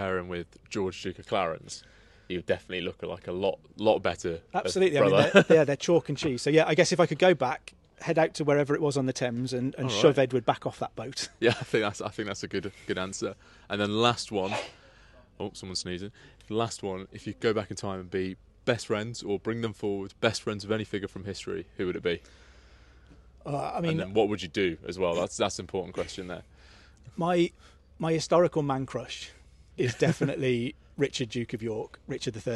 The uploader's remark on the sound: We're at the Chalke Valley History Festival